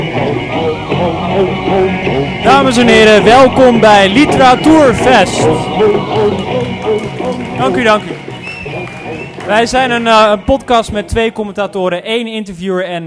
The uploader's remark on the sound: Literaturfest Live III